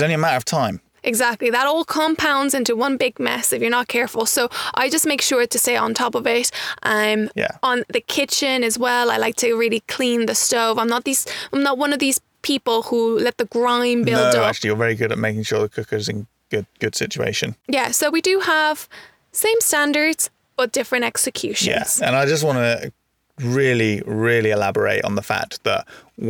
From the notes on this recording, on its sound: Recorded in our little rusty van, Jits, where we have parked up at a layby, next to horses and their foal.